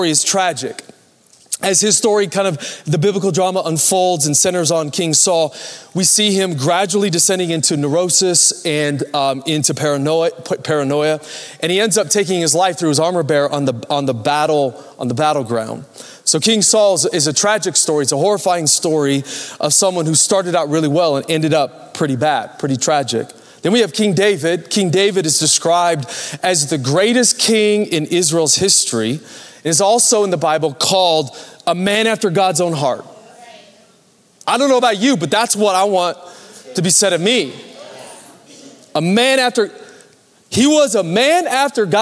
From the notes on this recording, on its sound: Recorded Live at Capital Church Meridian, Idaho